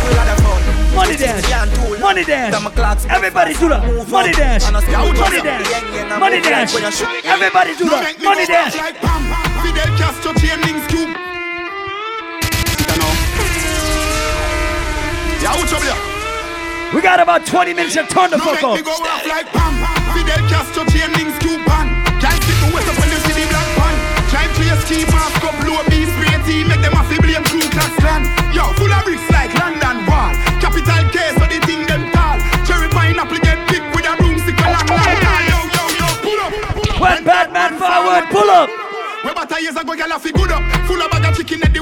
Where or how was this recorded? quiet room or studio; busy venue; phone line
busy venue